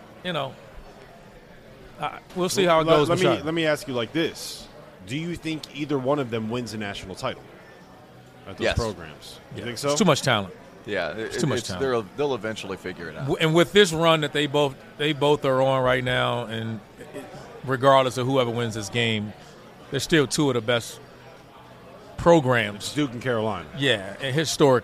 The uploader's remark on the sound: AFTER DARK live from New Orleans!